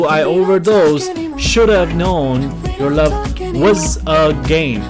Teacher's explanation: Overdose 结尾这个 d 是不发音的，而且 s 这个音要轻轻的带过，因为下面一个单词是以 sh 开头的，所以直接读 I overdose should have known your love was a game.